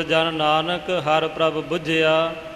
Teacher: ਇਹ ਪਾਠ ਨੂੰ ਬਿਲਕੁਲ ਕੱਸ ਕੇ ਅੱਧਕ ਦੇ ਸਹਿਤ ਬੋਲਣਾ ਹੈ, ਪੋਲਾ ਪਾਠ ਬੁੱਝਿਆ ਨਹੀਂ ਕਰਨਾ ਹੈ